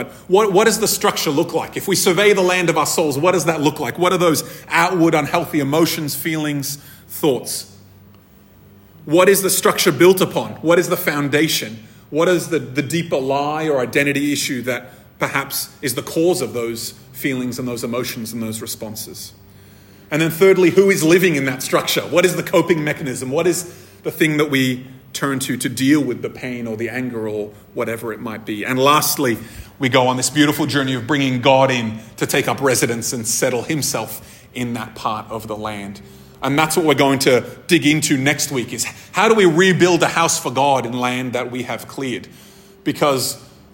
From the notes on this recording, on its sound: This episode was recorded at a Thrive Community gathering on 9th July 2023.